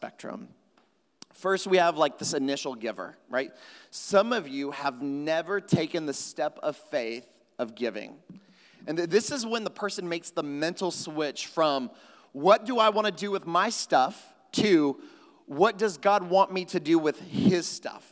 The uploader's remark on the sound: at Trinity Church, Puerto Rico